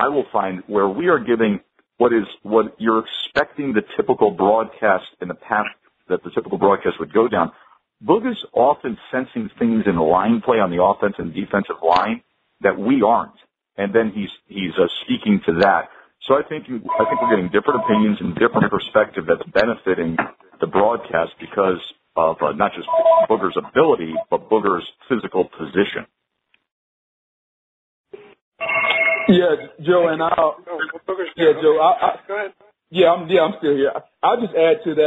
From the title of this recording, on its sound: MNF Conference Call